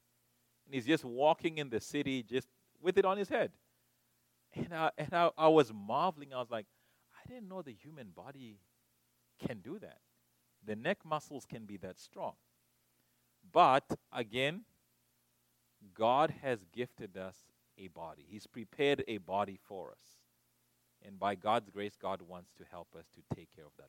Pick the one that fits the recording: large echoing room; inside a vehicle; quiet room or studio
large echoing room